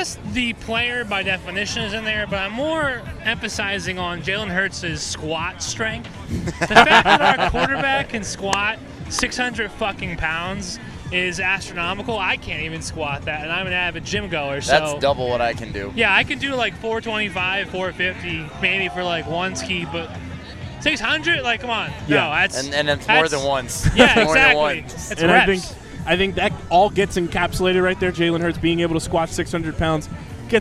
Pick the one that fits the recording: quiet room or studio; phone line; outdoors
outdoors